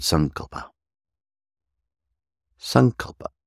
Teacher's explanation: Sangha turns into sang because of the final A, soft A, as in most Sanskrit words, if there is a final short A, then that's swallowed. So sangha turns into sang, and then kalpa is added to it, to make the word Sankalpa.